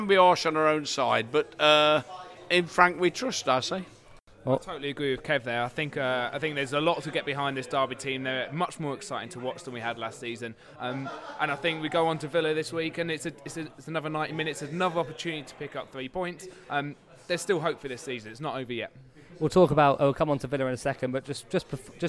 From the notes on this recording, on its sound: Relocated to the pub for the latest East Midlands derby in our first pod recorded directly before and after a Rams game.